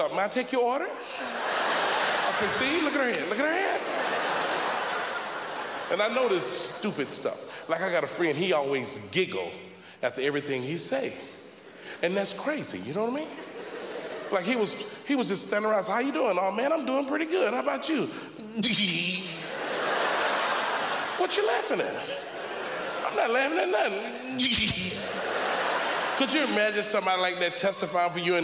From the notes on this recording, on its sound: the 2003 Just for Laughs Festival in Montreal